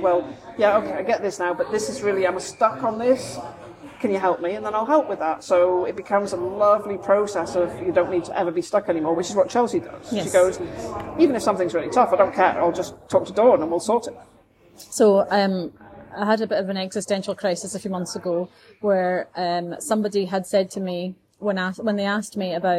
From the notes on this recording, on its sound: These episodes are recorded chats in Starbucks so may have more background noise than a usual podcast.